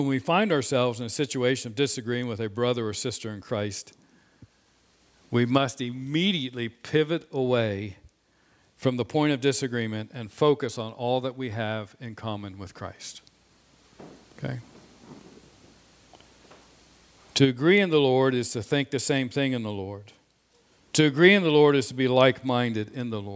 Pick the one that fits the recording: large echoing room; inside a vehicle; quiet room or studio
large echoing room